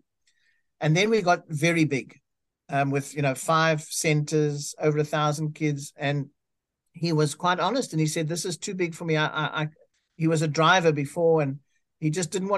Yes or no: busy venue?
no